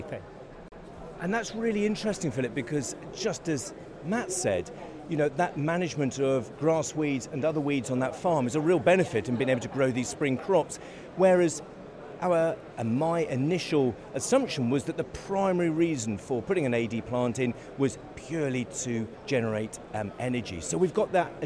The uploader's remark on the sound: Live from the Engine Room. Today we are at the World Biogas Expo at the NEC in Birmingham.